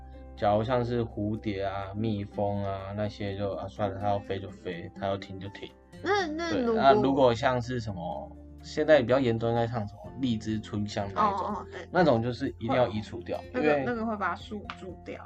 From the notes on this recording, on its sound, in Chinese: 此廣播為上課需求而錄製，音質不佳請見諒。